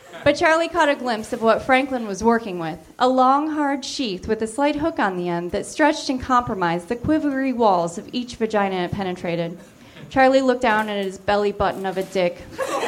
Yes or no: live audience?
yes